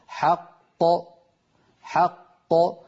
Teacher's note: إذن القلقلة للقاف الثانية